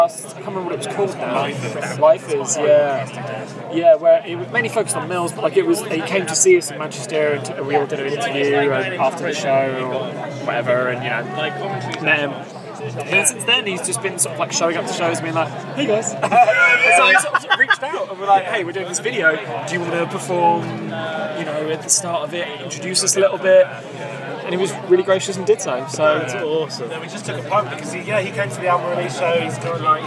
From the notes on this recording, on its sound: From our 'Live from 2000 Trees 2023' series.